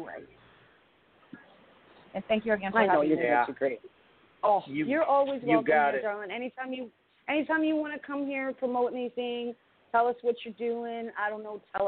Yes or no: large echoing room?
no